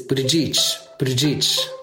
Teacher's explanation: They kind of roll right over the first two syllables and then draw out the third, like each.